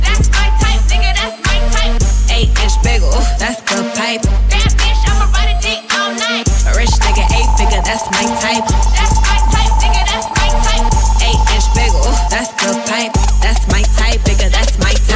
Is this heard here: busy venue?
yes